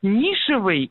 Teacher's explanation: Как бы произношение и образование, ну, то есть на основе этого прилагательного, вот такого прилагательного, какое вы говорите вы, с ударением на первом слоге и с окончанием «ый»